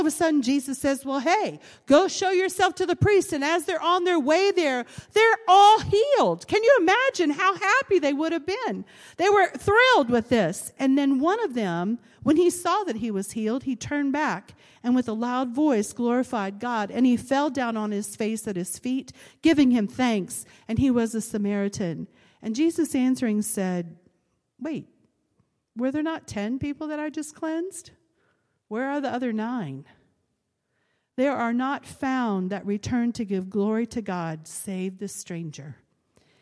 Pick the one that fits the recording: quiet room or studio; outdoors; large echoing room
large echoing room